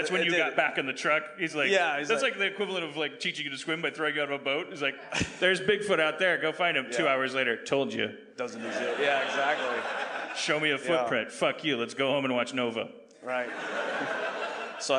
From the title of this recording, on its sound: LIVE from Bridgetown 2015!